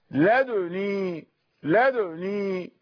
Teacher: وسكن وأشمم ضمة الدال · Term: الإشمام